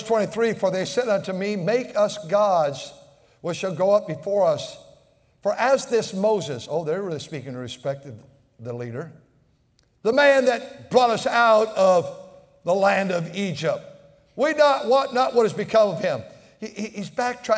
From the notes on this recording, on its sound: at North Valley Baptist Church in Santa Clara, California, during the Wednesday Evening service